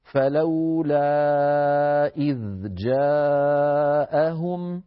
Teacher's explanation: نعم هناك من القراء من يدغم الذال في الجيم، لكنه ليس حفص، حفص عن عاصم لا يدغم الذال في الجيم بل يظهرها